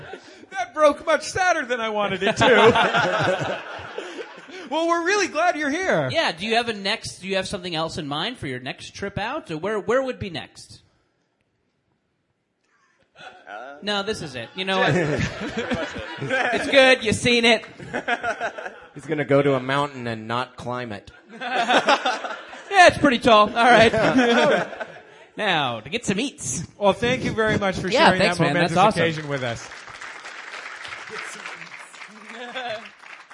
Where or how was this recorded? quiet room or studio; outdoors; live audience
live audience